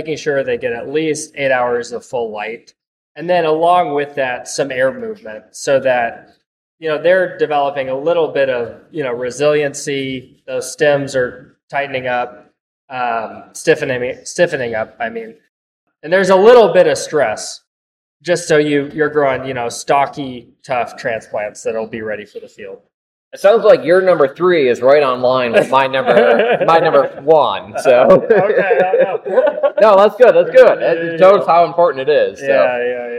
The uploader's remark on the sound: We recorded this episode in the greenhouse so there is a bit of echo.